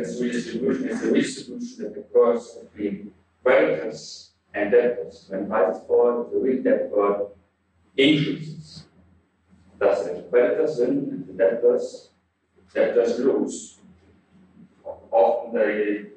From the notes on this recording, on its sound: Note that the audio quality for 2006, 2008, and 2009 was poor and has been improved.